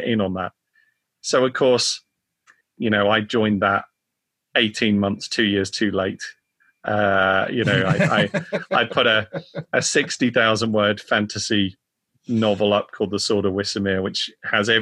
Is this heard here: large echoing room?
no